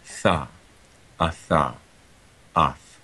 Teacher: the apex or tip of the tongue is making contact with that edge of the teeth · Term: unvoiced apicodental fricative